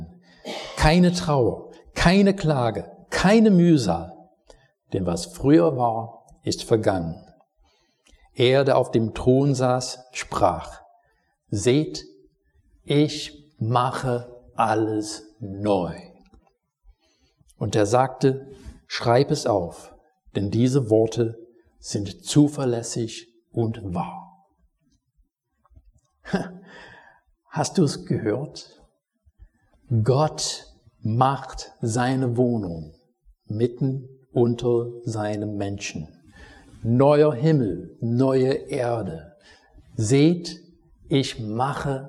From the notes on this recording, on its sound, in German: Predigt aus dem Gottesdienst vom 21.